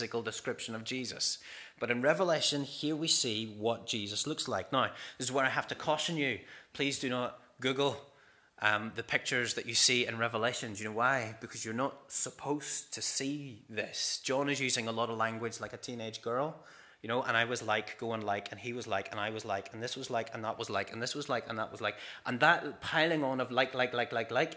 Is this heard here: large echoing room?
yes